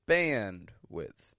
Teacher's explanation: Bandwidth. And again, the first syllable is stressed. The second, quick and quiet.